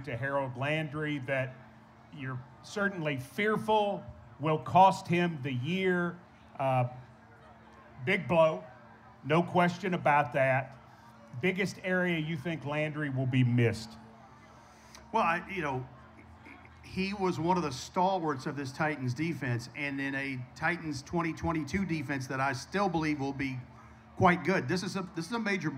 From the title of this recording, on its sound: LIVE at Memphis for 901 Day